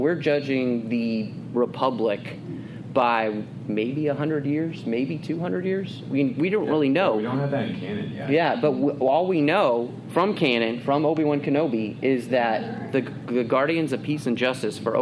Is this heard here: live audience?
yes